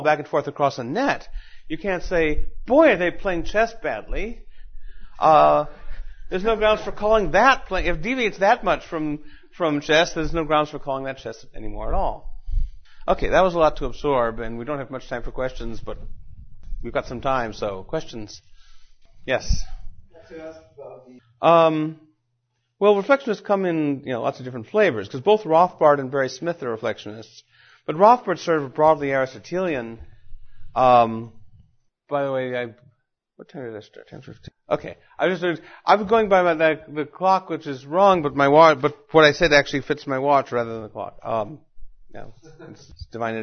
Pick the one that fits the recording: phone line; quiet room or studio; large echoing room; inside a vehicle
large echoing room